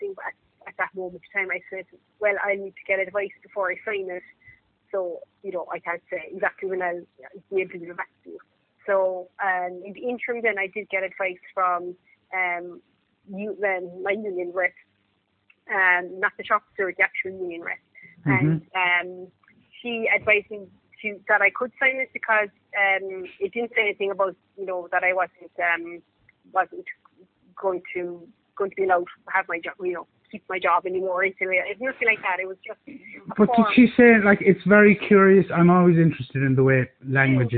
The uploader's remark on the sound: All my conversations are taken in the form of recorded phone calls and no editing of any kind takes place.